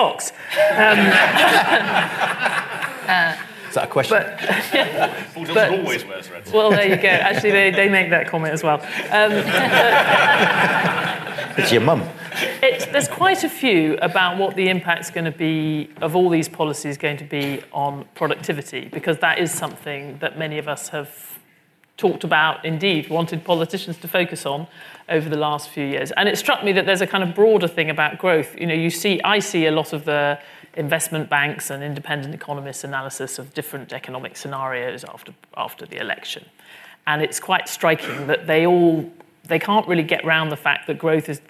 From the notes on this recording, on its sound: A live-recorded panel discussion with three important thinkers.